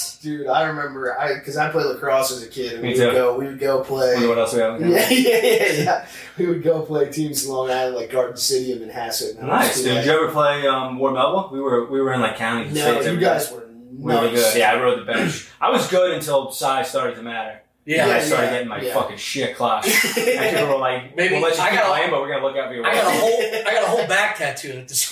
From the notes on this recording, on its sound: I remastered the back up audio and hope its tolerable.